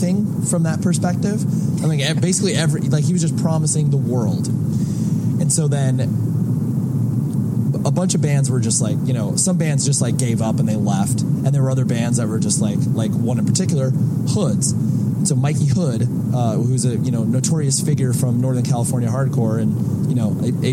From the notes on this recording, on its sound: This chat that I had with the rest of the guys in my band. While we were on the road in December in Canada.